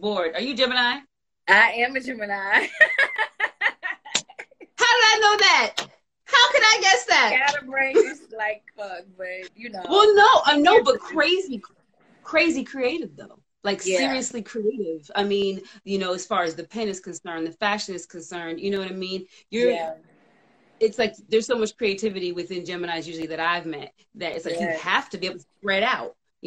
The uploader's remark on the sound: a special Instagram Live #WFH edition